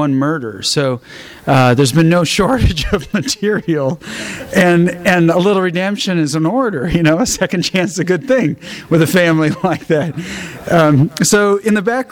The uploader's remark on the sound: THIS EVENT WAS RECORDED LIVE AT SKYLIGHT BOOKS FEBRUARY 11, 2011.